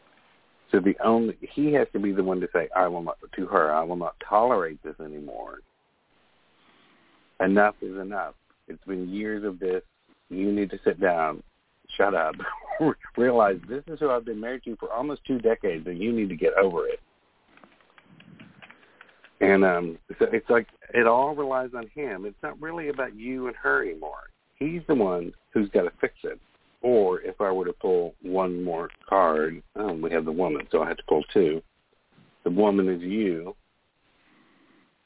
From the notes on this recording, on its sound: The Lucky Mojo Hoodoo Rootwork Hour is a real, live call-in show. We begin this show with a Discussion Panel.